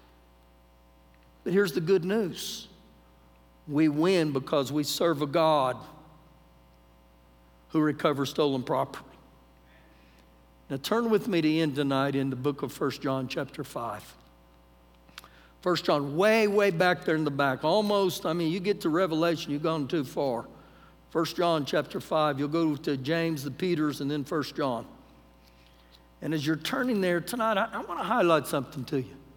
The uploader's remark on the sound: Recorded live during our Wednesday night service